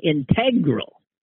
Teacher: I keep hearing people on podcasts emphasizing the second syllable